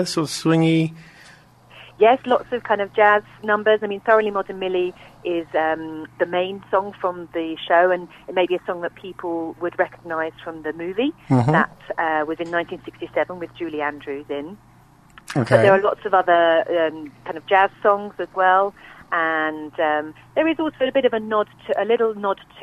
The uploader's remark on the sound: joined on the phone